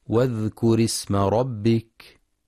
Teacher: ينتبه القارئ لهمزة الوصل فهي تسقط في درج الكلام، فلا يقرأ واذكر اسم بإظهار الهمزة، والصواب واذكر اسم ربك.